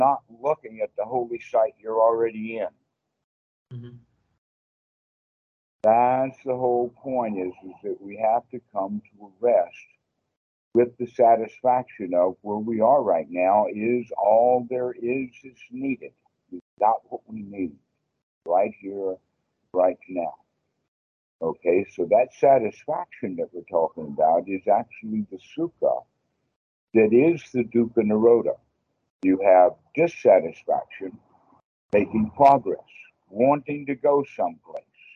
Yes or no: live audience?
no